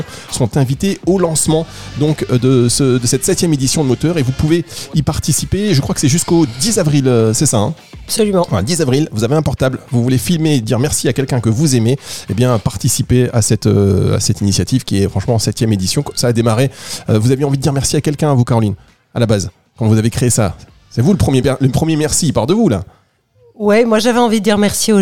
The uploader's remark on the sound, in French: Dans ce numéro spécial de Parole partagée à Nice, en direct de la scène de la Cuisine du Théâtre National de Nice pour le lancement de 7ième édition du concours Moteur !